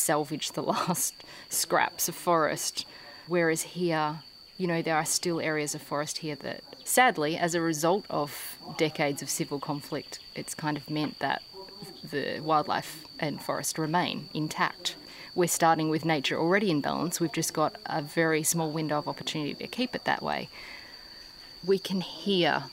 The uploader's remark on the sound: we walk beneath the canopy and hear at last, the way the forest should sound